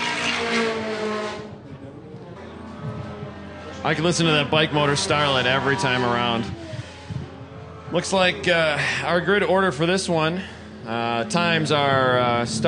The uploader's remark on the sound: Live from #GRIDLIFE Midwest. We're in the announcers booth at #GRIDLIFE Midwest Festival announcing.